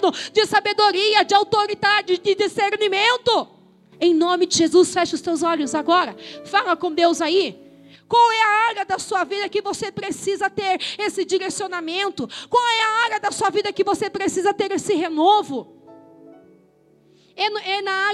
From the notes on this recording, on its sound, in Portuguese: Gravação ao vivo feita na Comunidade Evangélica Casa do Pai Piracicaba no dia 21.07.2021